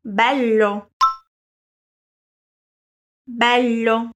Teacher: Você já deve se lembrar que quando temos uma dupla consoante, o som dela é mais alongado